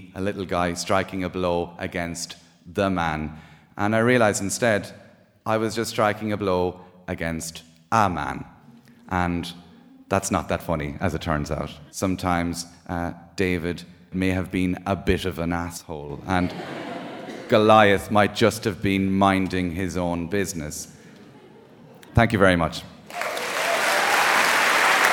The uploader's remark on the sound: A special live edition of The Moth from Dublin, Ireland.